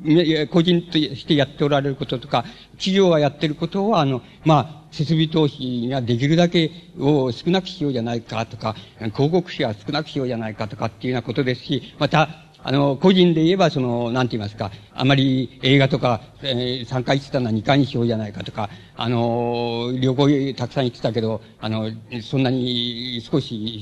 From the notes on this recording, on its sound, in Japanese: 場所：渋谷・シアターコクーン。音源は主催者提供。